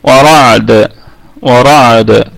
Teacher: نقف على الدال بالسكون وتكون الدال في ثاني درجات القلقلة، أي قلقلة وسطى، قلقلة وسطى لأنها ساكنة متطرفة، ساكنة متطرفة، تمام كده.